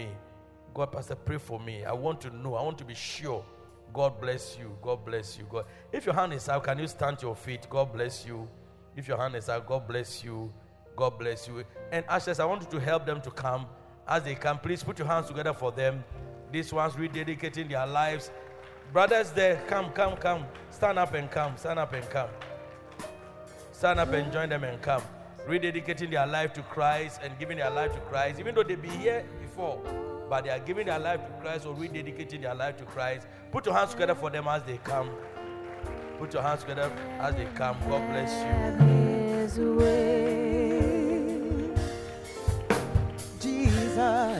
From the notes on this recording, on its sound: Preached at Loyalty House, Abbey, Dahwenya